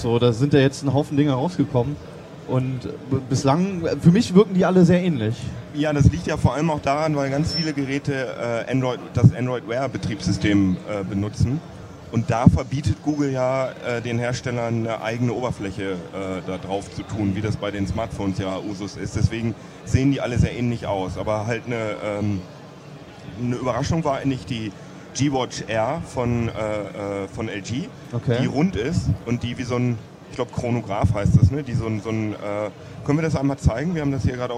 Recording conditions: busy venue